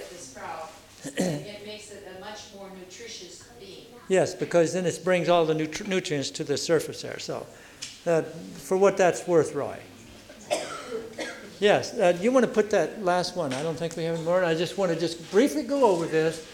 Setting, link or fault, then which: setting, large echoing room